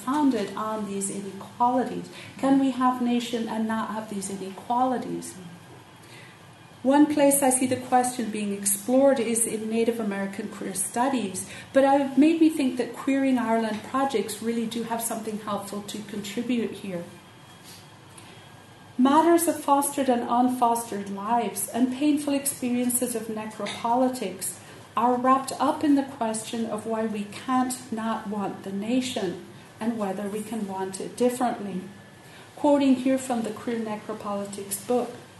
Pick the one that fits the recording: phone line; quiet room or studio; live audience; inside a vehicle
live audience